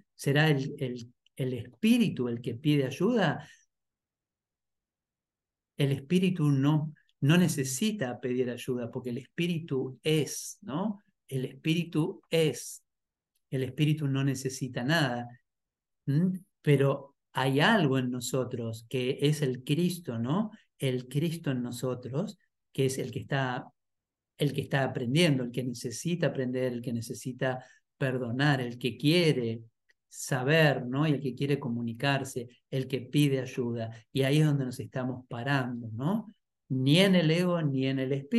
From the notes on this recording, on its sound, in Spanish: Clase en vivo por Zoom desde UCDM Iluminación.